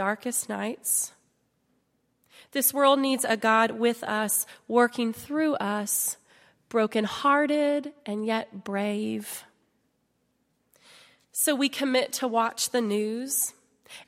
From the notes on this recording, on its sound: at Highland Baptist Church.